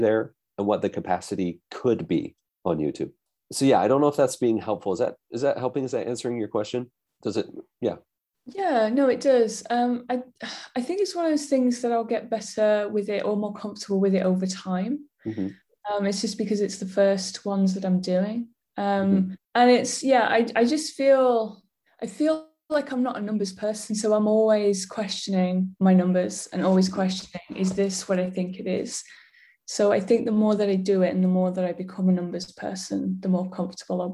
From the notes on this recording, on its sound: we’ve turned the audio from the YouTube System webinar into a podcast